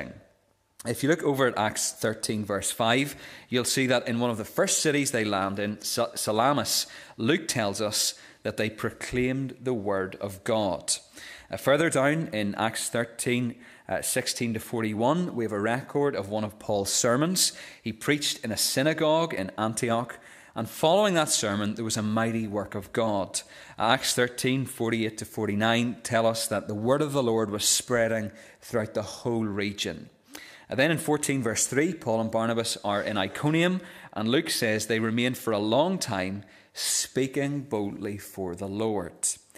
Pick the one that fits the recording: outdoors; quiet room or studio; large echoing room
large echoing room